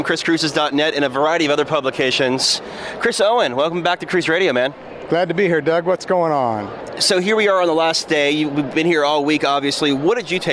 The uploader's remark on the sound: We are broadcasting aboard Royal Caribbean's Allure of the Seas for the 2011 national conference.